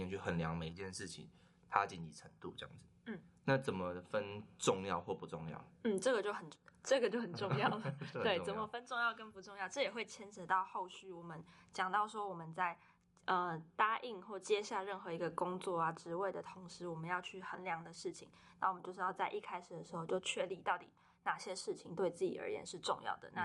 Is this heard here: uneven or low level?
yes